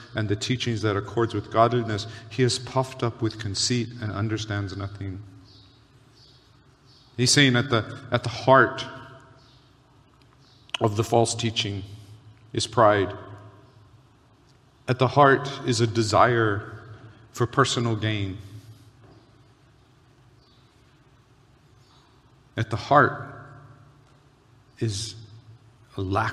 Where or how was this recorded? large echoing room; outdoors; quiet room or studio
large echoing room